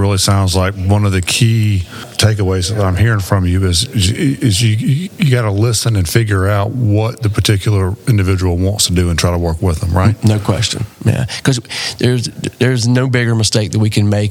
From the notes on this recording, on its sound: recorded at the 2023 South Carolina Restaurant and Hospitality Association Conference in Greenville, South Carolina